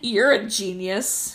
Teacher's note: it's got that upward intonation at the end